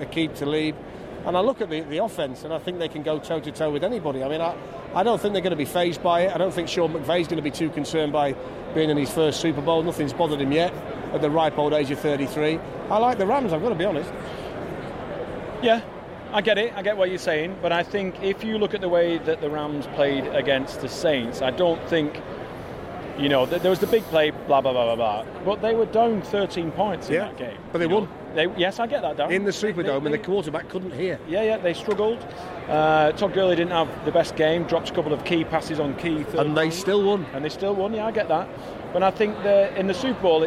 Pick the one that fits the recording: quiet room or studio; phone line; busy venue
busy venue